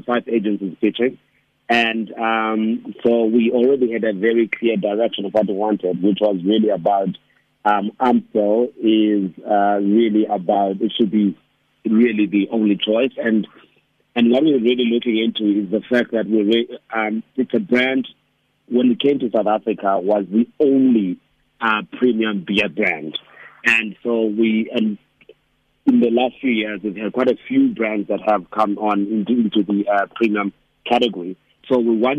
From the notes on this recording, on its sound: GUEST (Phone).